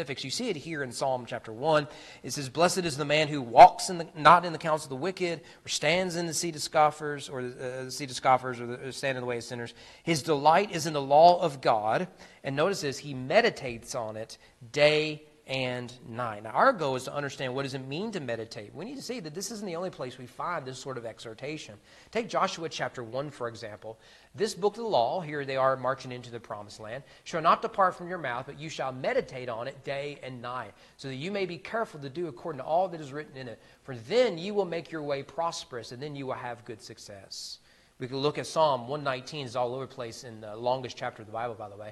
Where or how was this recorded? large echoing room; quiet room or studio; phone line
large echoing room